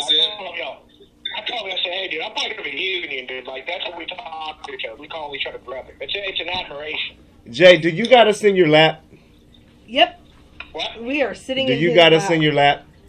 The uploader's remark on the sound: Live Zoom podcast